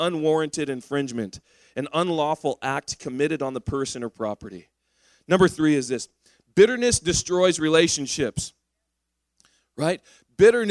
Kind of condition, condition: setting, large echoing room